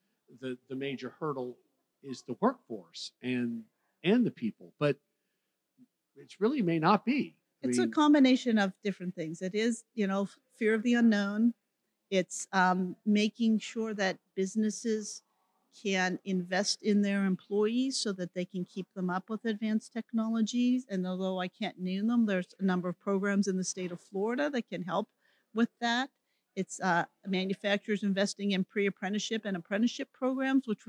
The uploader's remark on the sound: Recorded at the 2023 Florida Chamber Annual Future of Florida Forum. Recorded live at the Florida Chamber's "Future of Florida Forum," from Hyatt Regency Grand Cypress Resort in Orlando near Florida’s Disney World.